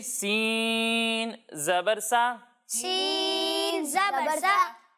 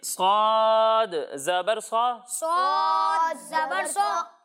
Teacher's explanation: سین کو ہم باریک پڑھیں گے اور صوت کو ہم موٹا کر کے پڑھیں گے